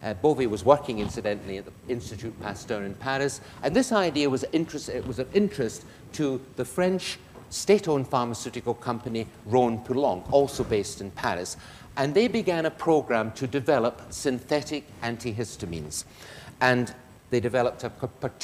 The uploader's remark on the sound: This lecture is part of the Medical Detectives, a series of public lectures. In the Anatomy Lecture Theatre at the University of Edinburgh.